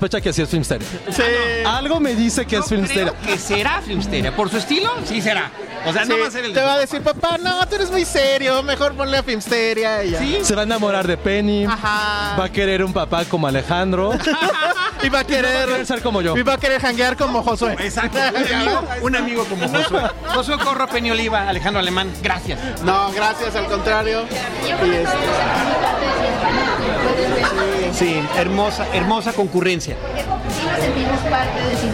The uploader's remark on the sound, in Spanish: Para celebrar los mil episodios, grabamos en Cinépolis VIP de Plaza Universidad, tras una Premiere exclusiva de #Rocketman. Convivimos con amigos y colegas que nos han acompañado.